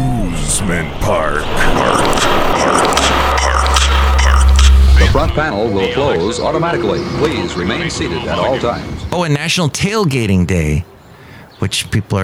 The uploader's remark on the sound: podcasts live from Café Anyway